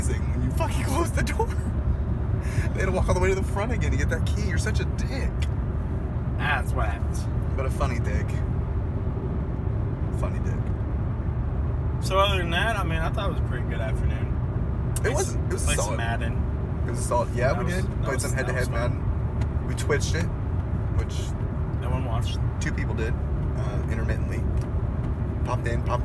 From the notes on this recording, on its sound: roll home from a shopping trip on the west side and record their conversation the entire time